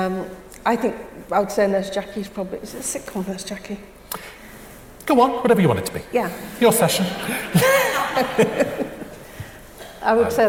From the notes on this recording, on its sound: Sessions from this year's Edinburgh International Television Festival.